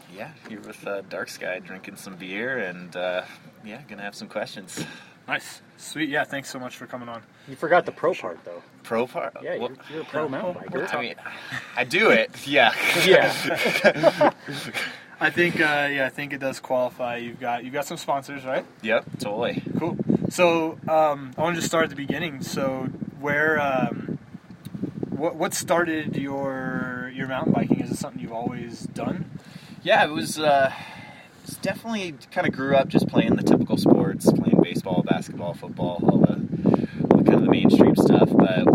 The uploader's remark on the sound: The wind has many other plans. I am still learning all about the audio side of things.